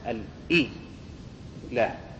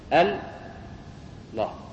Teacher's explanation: لفظ الجلالة الله كما قلنا لكم أصله الإله، لكن لكثرة دورانه على الألسن حذفت الهمزة فيه وأدغمت اللام في اللام · Shown in: second take · حذفت الهمزة الإي لا، وأصبحت لما حذفت الهمزة الله، اجتمع حرفان من جنس واحد أحدهما ساكن أو أولهما ساكن والثاني متحرك فأصبحت الله.